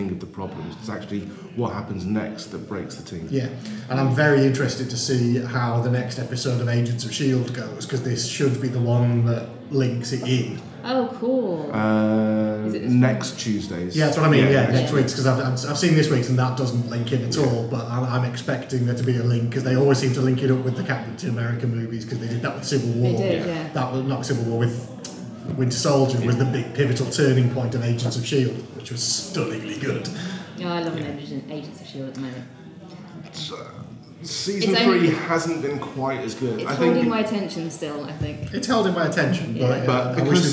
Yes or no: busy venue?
yes